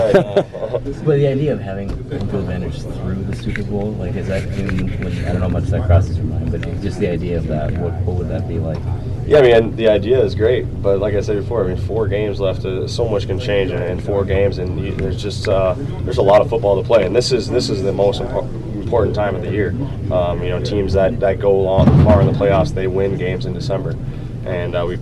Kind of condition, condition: setting, busy venue